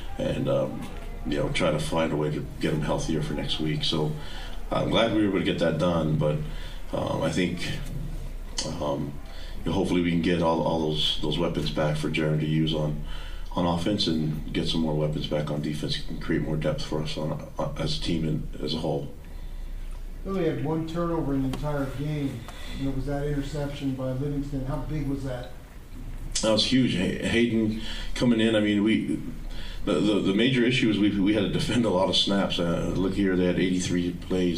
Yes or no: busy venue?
yes